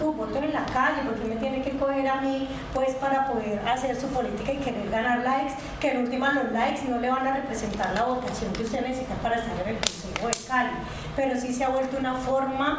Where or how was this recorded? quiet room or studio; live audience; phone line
live audience